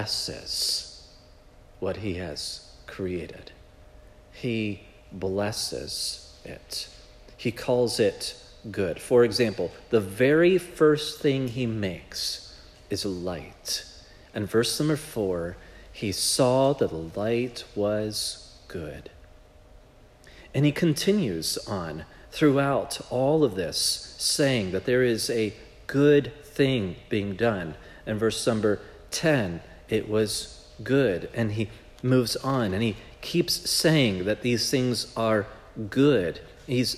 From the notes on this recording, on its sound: This message was preached at Providence Church on January 7, 2024